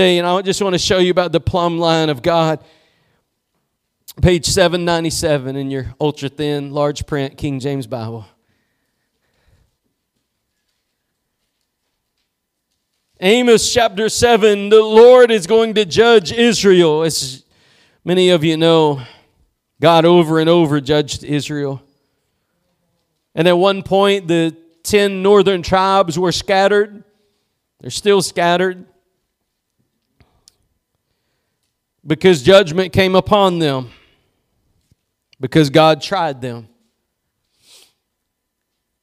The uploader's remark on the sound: Preached at Gospel Lighthouse in Bossier City, La.